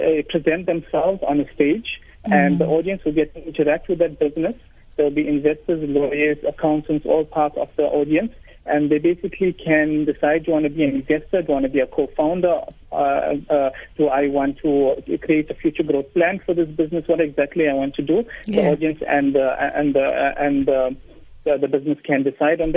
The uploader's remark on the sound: GUEST (Phone)